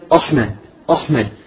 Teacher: فقال لي أحمد، أحمد يعني فخم الهمزة والحاء، حتى أهل حلب يقولون أحمد ما يقول أحمد كما نلفظ نحن في الشام أو مصر أو في كل المكان يلفظون أحمد يقول، أما أهل حلب يقولون أحمد يفخم الهمزة